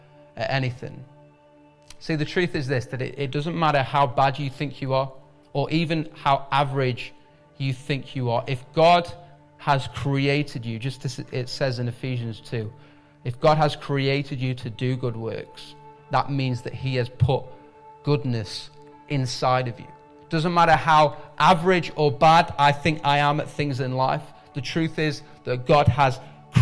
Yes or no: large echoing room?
yes